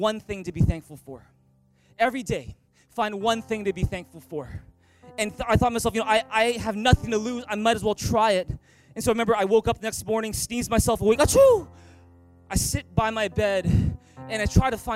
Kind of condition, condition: setting, large echoing room